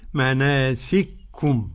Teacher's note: قرأ السوسي بإدغام الكاف في الكاف